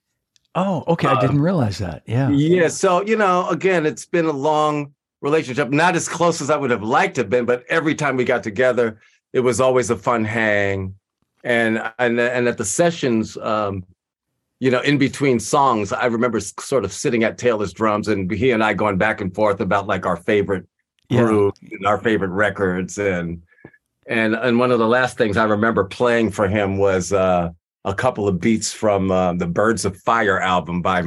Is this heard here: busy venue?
no